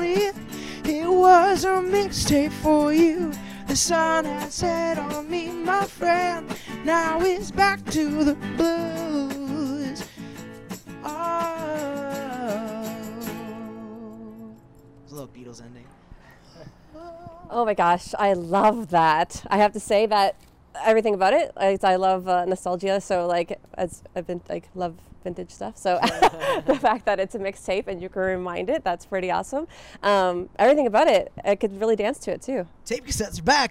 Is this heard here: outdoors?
yes